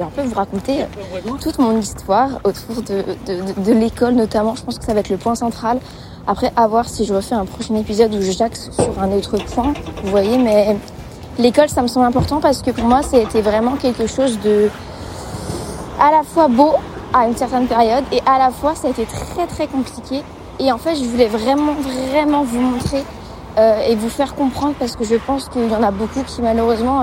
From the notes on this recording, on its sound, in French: Un épisode enregistré sur le chemin pour aller faire quelques courses à l'épicerie.